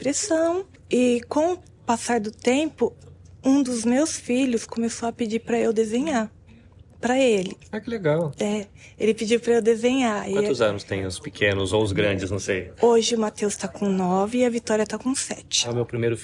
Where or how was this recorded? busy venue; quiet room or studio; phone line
busy venue